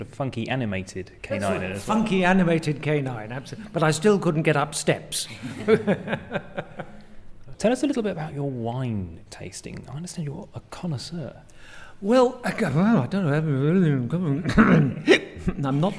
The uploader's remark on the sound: Interviews we recorded at Big Finish Day 3. Interviews we recorded at Big Finish Day 3.